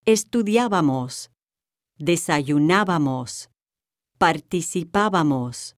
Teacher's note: forms that are stressed three syllables from the last. That is the nosotros, nosotras forms of ar verbs.